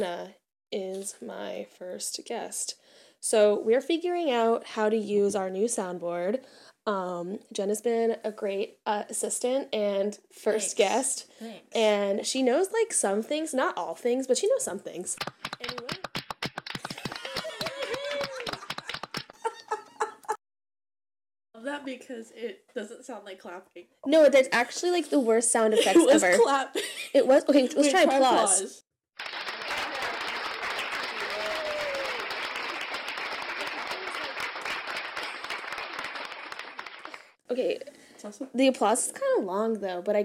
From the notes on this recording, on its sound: I don't know how to mix audio properly so turn your volume down and adjust accordingly lol.